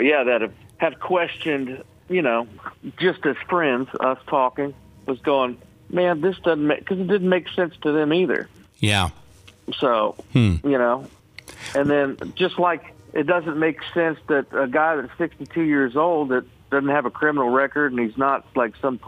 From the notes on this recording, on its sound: called into the show this morning